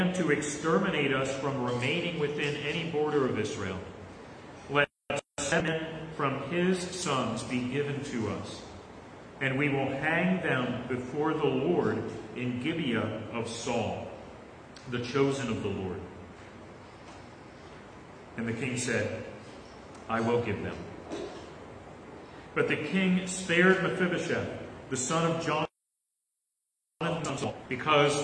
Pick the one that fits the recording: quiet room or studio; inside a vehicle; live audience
live audience